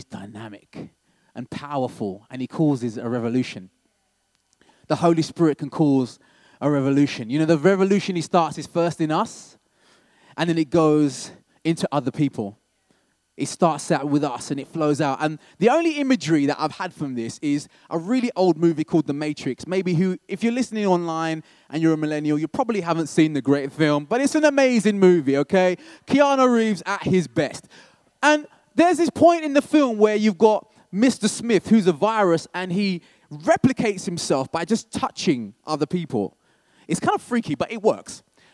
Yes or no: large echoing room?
yes